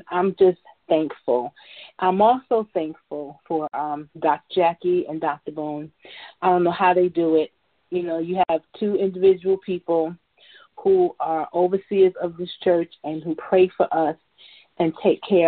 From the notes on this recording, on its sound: New Years' Service Conference Call.